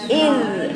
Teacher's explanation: الزال طرف لسانك مع الثنايا العليا فقط ما ينفعش تجيبي معاه الثنايا السفلى